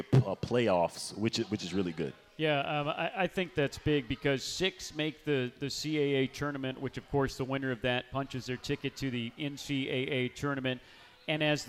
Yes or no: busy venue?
yes